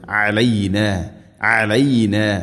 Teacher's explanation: ഉൻസില ഇഖ്ഫാ ബിഗുന്ന, അവ്യക്തമാക്കി മണിക്കണം. അലൈന, അയിൻ തൊണ്ടയുടെ മധ്യഭാഗമാണ് മഖ്റജ്. അലൈന അലൈന.